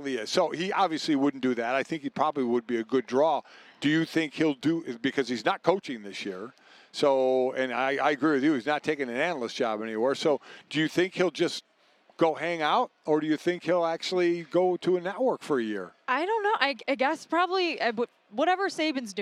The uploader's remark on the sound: Joins from Radio Row in Vegas